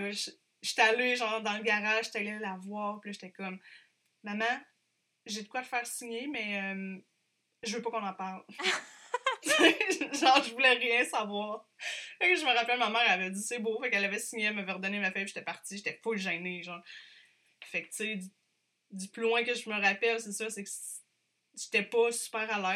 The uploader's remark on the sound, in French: Certains ajustements audio seront faits dans les prochains enregistrements.